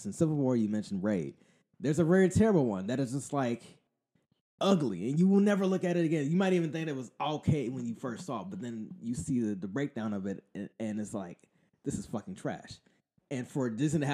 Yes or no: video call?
no